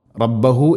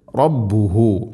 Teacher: റബ്ബുഹു ബാഇന് ദമ്മാണ്, റബ്ബഹു എന്ന് ഓതരുത് · Shown in: second take